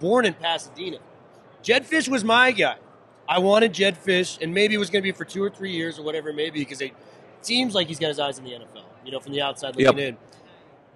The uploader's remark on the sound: live on Radio Row in Las Vegas